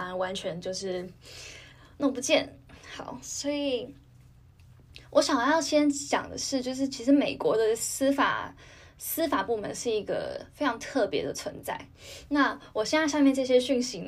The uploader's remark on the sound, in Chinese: 本集節目暫由手機錄製，音質較差